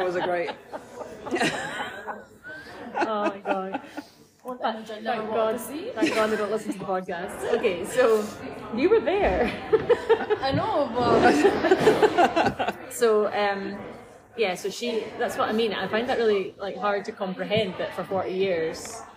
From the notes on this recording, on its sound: (please note this episode is recorded in Starbucks so may have more background noise than a usual podcast).